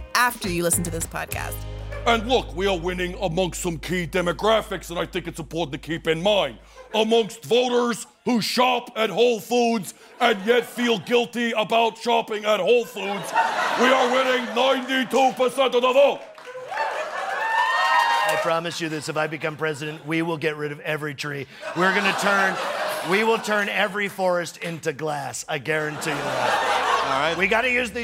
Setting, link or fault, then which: setting, live audience